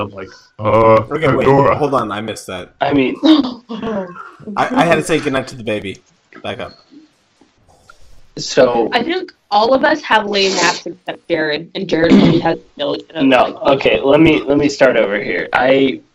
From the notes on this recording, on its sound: our audio quality needs improvement